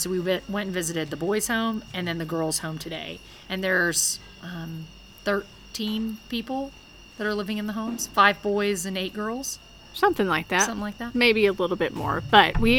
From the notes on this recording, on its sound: Arise Africa Mission Trip. This audio comes straight from the field, so you’re going to hear weird things in the background.